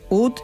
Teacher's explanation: La nota ut terminaba en una consonante sorda, la letra T, lo que la hacía tosca, cerrada y muy difícil de vocalizar para los cantantes.